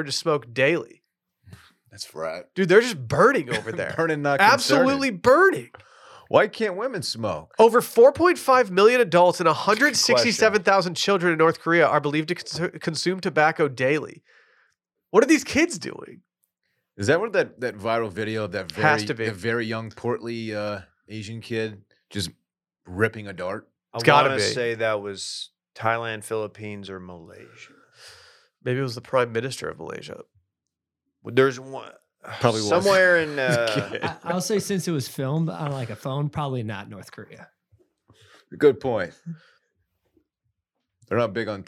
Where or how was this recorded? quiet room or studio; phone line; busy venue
quiet room or studio